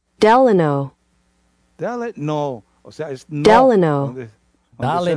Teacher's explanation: Se hace énfasis en la O. · Term: acento prosódico